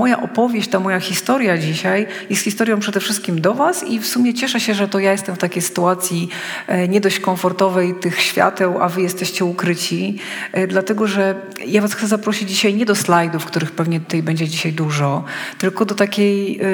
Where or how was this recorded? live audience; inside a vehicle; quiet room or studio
live audience